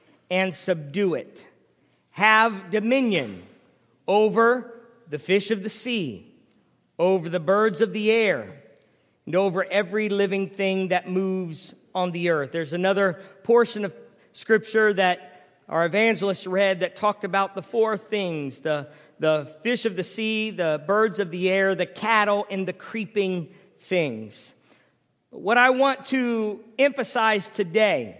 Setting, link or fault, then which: setting, large echoing room